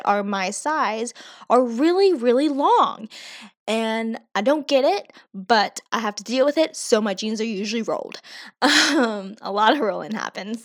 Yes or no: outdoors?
no